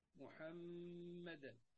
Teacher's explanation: ما ينفعش تقول محمدا قريبة من الهاء مهمدا لا لا محمدا الميم الثانية فيها غنة محمدا